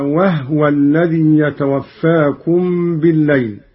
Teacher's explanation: قرأ قالون بإسكان الهاء على التخفيف